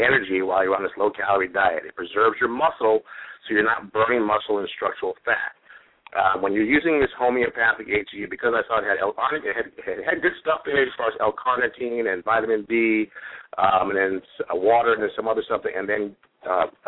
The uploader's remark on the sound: have a live Q and A call